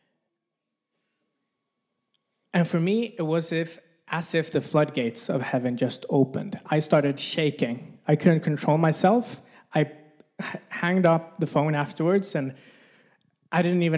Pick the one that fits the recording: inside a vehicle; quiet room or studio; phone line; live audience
live audience